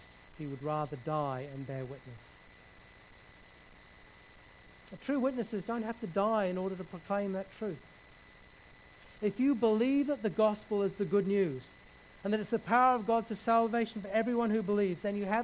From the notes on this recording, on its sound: background hiss throughout recording